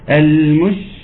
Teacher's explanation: التفشي هيظهر اصلا اكثر في الشين الساكنه